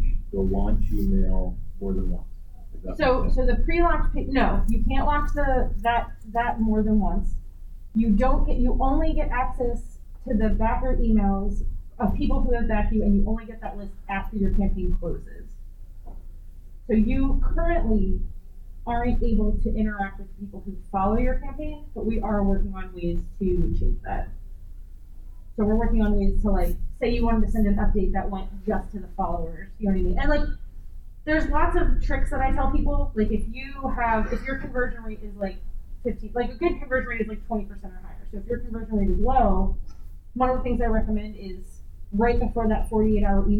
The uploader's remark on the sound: Recorded at Metatopia 2023